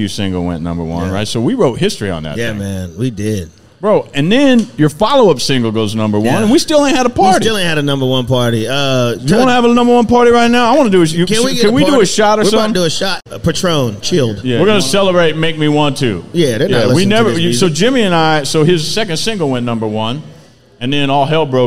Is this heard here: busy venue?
yes